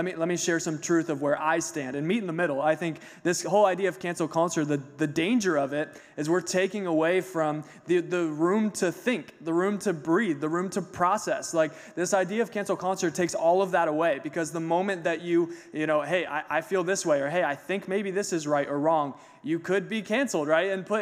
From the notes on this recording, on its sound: Recorded a Podcast Live On Stage. Recorded last Sunday on stage.